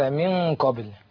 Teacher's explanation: من قبل إخفاء حقيقي نون ساكنة أتى بعدها حرف القاف والقاف من حروف الإخفاء الحقيقي